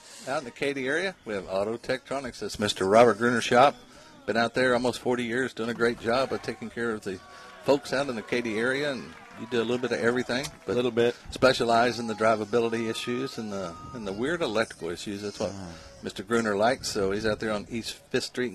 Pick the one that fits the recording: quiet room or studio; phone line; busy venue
busy venue